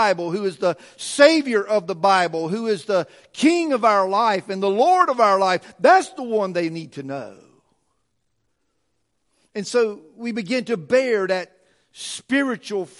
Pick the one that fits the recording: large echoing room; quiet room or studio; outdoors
large echoing room